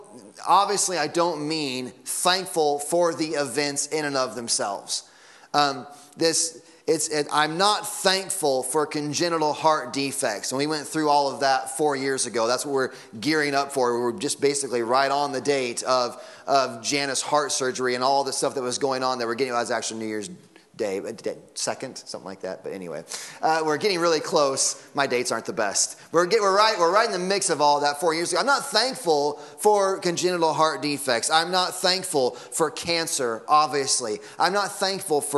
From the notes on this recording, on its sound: Sunday Morning Sermon Audio.